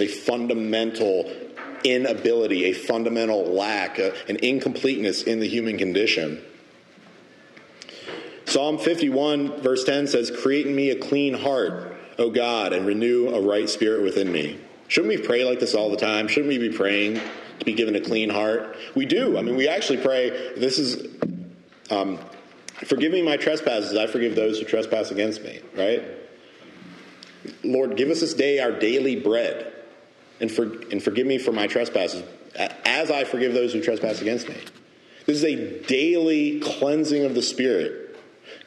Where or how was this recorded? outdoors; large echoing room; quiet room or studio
large echoing room